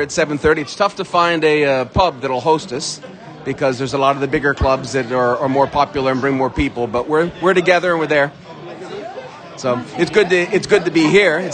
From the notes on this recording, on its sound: Post-Match Podcast from The Stands and Pub. We spoke to fans directly after Brentford's 3-1 victory against Luton in the pub and the stands.